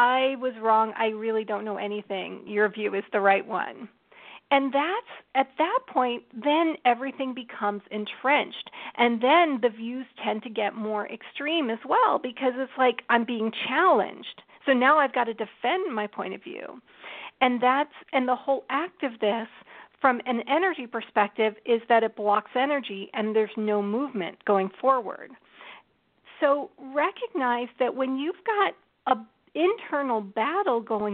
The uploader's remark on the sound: We'll be talking tarot, of course, and taking your questions and comments through social media and on the phone.